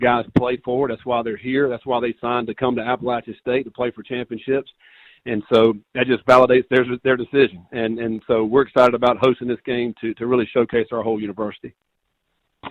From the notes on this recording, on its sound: Sun Belt Championship Media Teleconference.